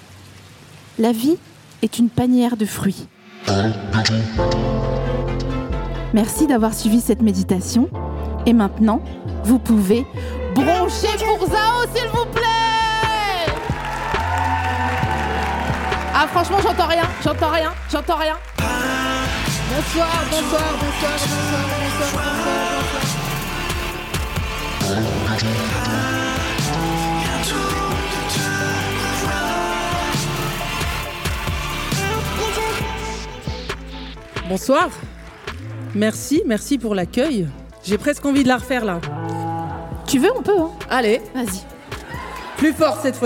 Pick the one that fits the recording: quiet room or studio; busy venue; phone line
busy venue